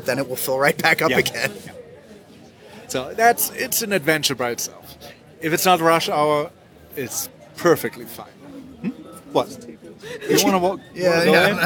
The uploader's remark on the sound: Recording in an actual taco restaurant! Inviting some of the Quentin locals and employees to tell us what makes CDMX extra special.